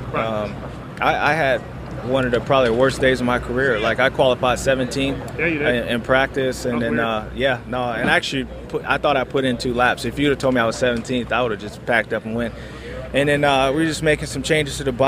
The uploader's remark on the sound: Muddy Creek 2013 Post-Race Interviews